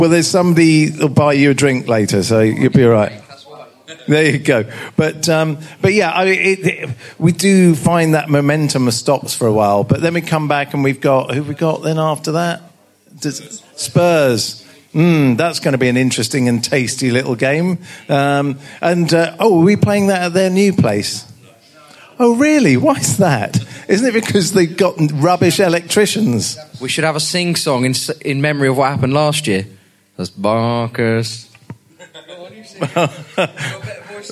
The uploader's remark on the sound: This week we bring you the show LIVE from The Atlas pub in London!